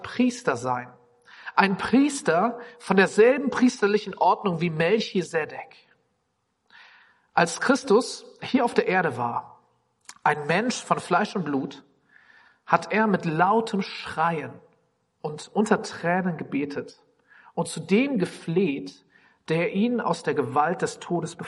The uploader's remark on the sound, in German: Predigt im Rahmen des GreifBar+ Gottesdienstes